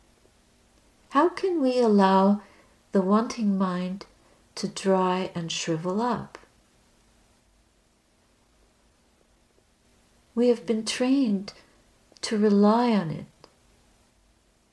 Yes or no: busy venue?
no